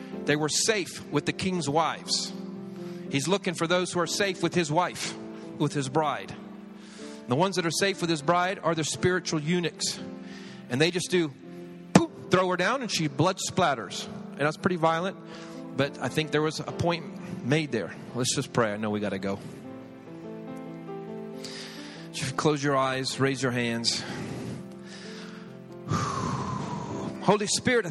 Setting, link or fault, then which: setting, large echoing room